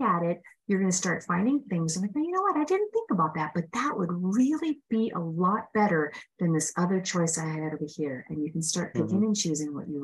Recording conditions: video call